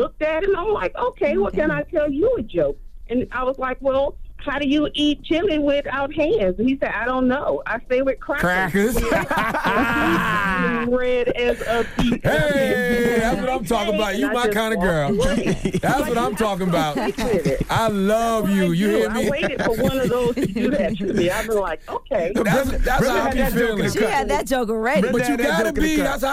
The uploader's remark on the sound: We opened up the phone lines to see what our listeners would do if someone followed them home.